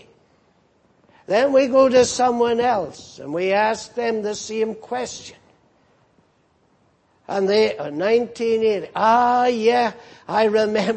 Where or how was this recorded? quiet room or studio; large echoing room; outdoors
large echoing room